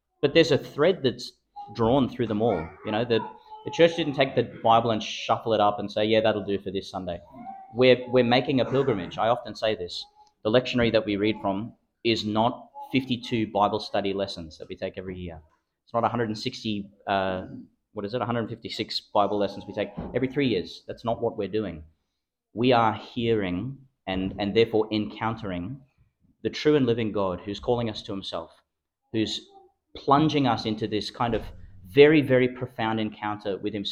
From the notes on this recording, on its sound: Homily for the Thirteenth Sunday in Ordinary Time, delivered in Our Lady of Mt Carmel Church, Mt Larcom, Qld.